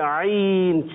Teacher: इसी तरह हम अदाई करते हैं आइन, हलक के दरमियान वाले से आइन